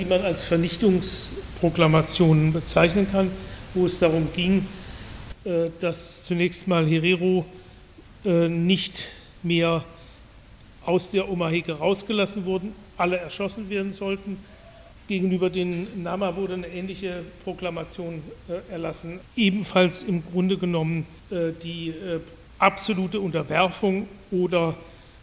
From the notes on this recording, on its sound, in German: einen Vortrag an der Uni Freiburg